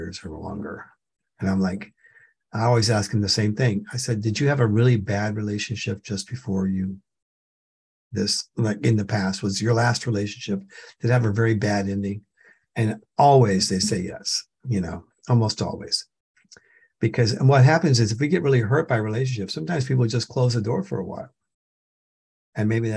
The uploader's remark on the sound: The shows are now all hosted on Zoom.